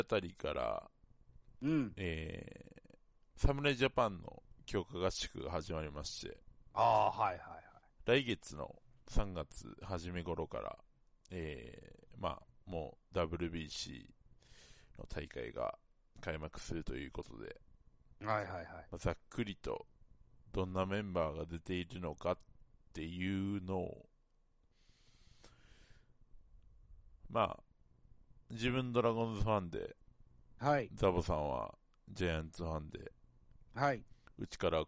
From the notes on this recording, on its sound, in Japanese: 音割れがひどくてすみません